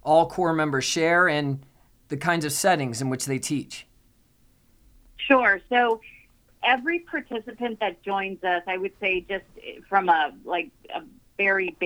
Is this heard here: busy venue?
no